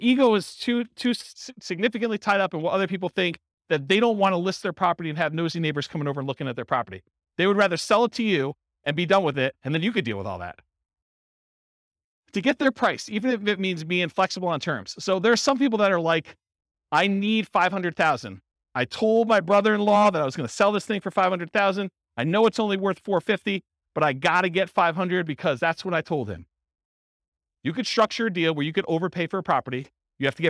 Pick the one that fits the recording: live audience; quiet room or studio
live audience